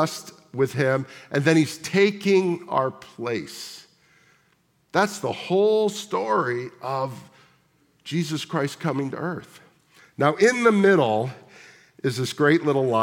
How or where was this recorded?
large echoing room